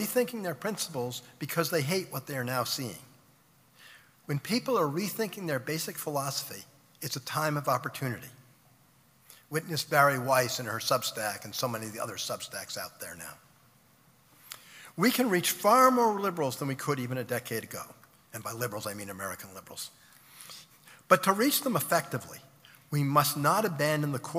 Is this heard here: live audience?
yes